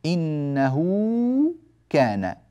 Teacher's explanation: تمد بمقدار حركتين وتسمى صلة صغرى، وهو مد ملحق بالمد الطبيعي